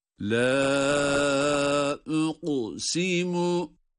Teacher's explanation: Bunu böyle detaylandırdıktan sonra la uqsimu derken uqu kafta galgale sıfatı var. Cezim olması itibariyle galgale ile ve kalın okuyoruz.